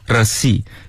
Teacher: 这个开头的发音就是大舌音。要让舌头颤起来